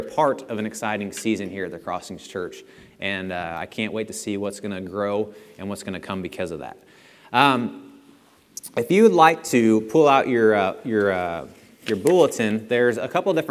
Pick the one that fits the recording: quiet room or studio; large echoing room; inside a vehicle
large echoing room